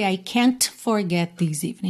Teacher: Você já reparou que temos consoantes oclusivas aqui, né, essas letras T que podem aparecer mais ou menos. Aqui a gente quase não ouve o T de can't